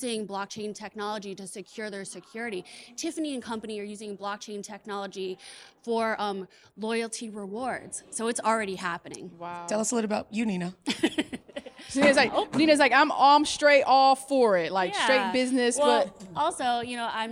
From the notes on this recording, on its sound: We Went LIVE at the FutureLAND Conference 2023